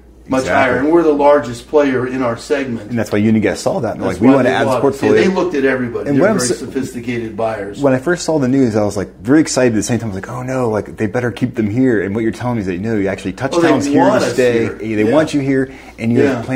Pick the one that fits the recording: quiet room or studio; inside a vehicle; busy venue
busy venue